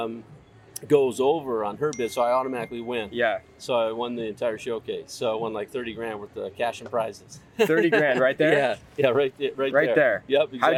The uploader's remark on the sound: I decided to pack my laptop and microphone to the poolside that day, and the result was an amazing in-person podcast conversation! LIVE FROM PALM SPRINGS! I decided to pack my laptop and microphone to the poolside that day, and the result was an amazing in-person podcast conversation!